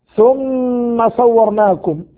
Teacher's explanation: الميم في ثم ميم مشددة حكمها غنة بمقدار حركتين